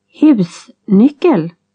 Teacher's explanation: In Stockholm Swedish, the first stress has a falling tone, and the last stress has a rising tone.